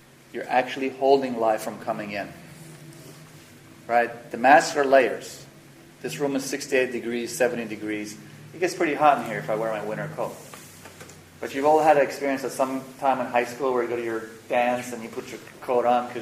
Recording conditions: poor sound quality